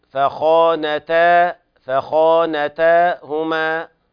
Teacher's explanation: النون ليس فيها مد، المد بعد التاء